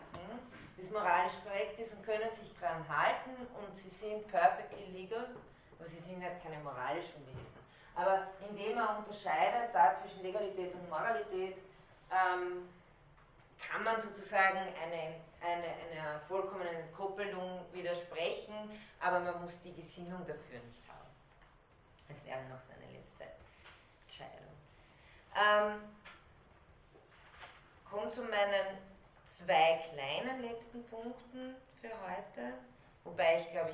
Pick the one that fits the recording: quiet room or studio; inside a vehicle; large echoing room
large echoing room